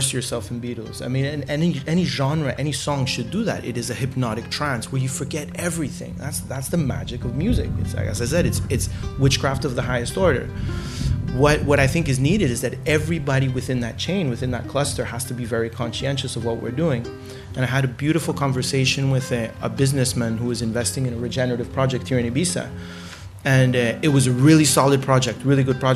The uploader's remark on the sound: Live in the Garden Suite of the International Music Summit in Ibiza